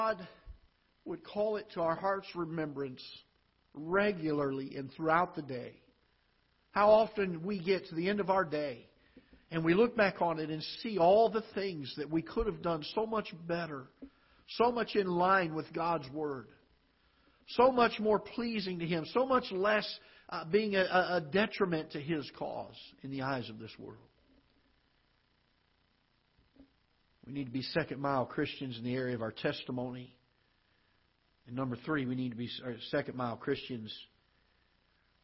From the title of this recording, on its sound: Ketha Heights Baptist Church ~ Live Broadcast